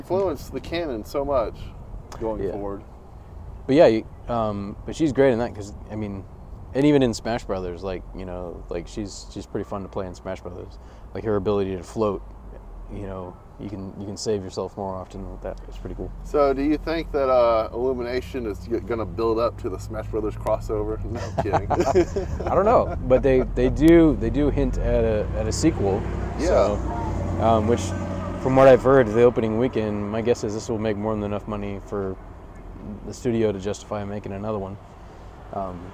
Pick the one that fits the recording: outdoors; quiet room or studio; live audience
outdoors